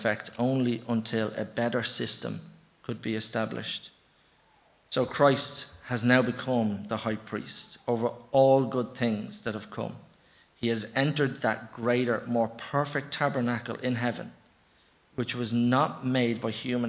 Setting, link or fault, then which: setting, large echoing room